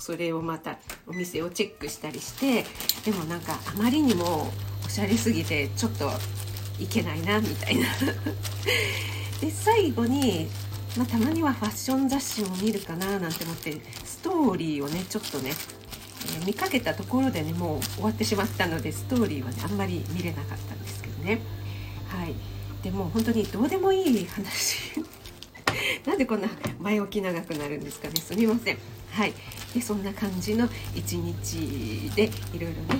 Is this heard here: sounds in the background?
yes